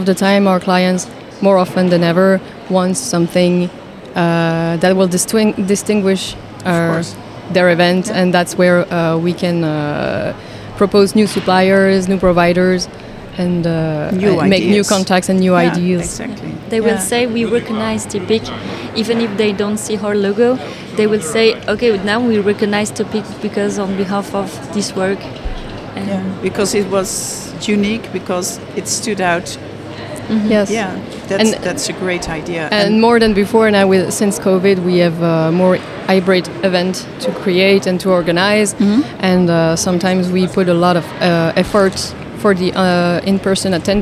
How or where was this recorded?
busy venue